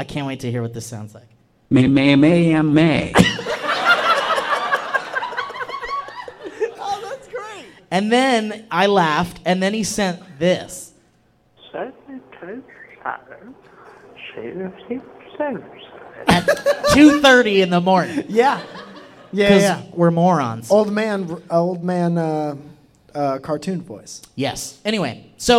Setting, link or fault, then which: setting, live audience